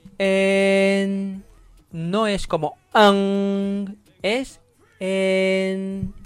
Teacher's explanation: 要把“哎”和“n”这两个音连着拼出来